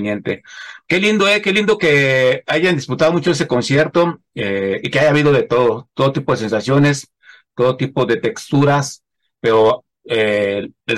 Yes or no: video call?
yes